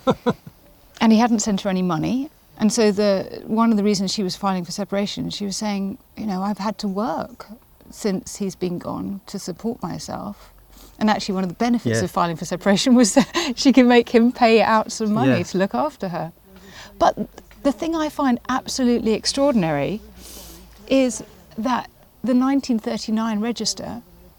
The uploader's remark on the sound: Quarry Bank, one of Britain's greatest industrial heritage sites. Amble around Quarry Bank's vast estate and immerse themselves in the sights and sounds his ancestors experienced. Stopping by key places along the way, including the cottage his 5 x great-grandparents lived.